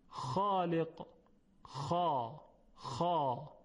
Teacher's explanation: حرف خا فقط صفت استعلاء داره، اطباق نداره. در تلفظ میگیم خالق، خا، خا.